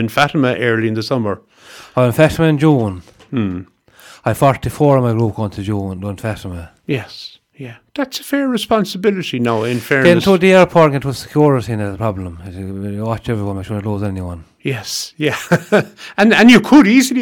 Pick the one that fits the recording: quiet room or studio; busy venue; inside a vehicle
quiet room or studio